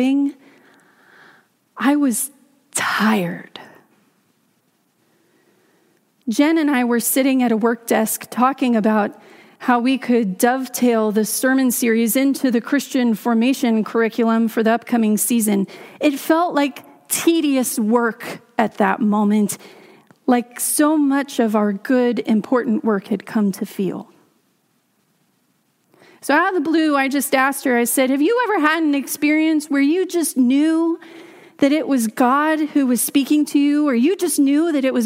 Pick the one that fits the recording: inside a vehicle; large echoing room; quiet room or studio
large echoing room